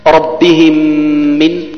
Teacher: تدغم الميم الساكنة في الميم المتحركة ولكن يكون إدغاما بغنة · Term: إدغام متماثلين